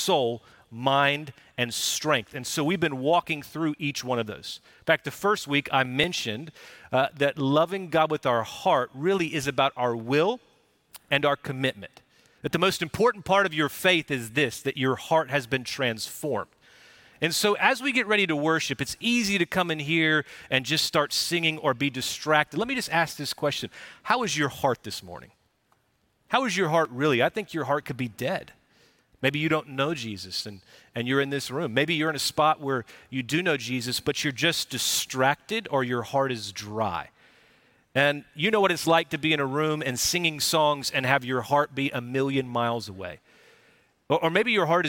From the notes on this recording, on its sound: Recorded live at Brookwood Church on 5.14.2023